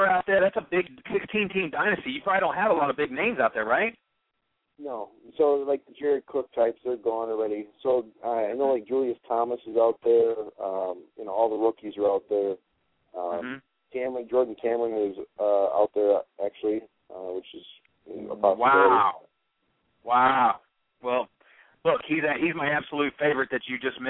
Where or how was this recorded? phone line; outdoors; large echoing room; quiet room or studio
phone line